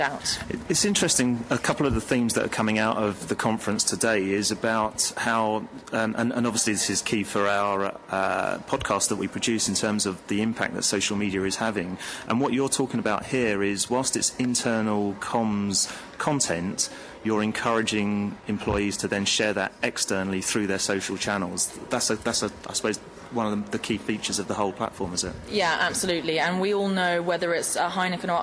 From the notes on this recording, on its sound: Recorded at the PRWeek Internal Communications Europe event in Amsterdam.